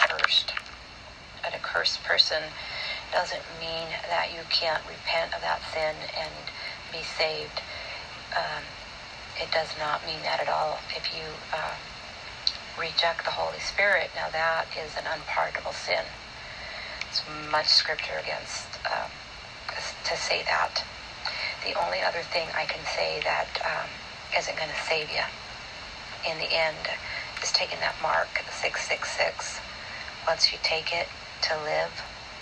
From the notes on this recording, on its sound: It’s not a very good recording